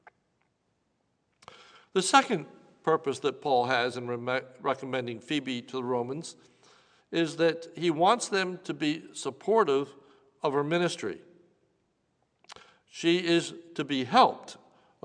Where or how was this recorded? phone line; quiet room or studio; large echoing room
large echoing room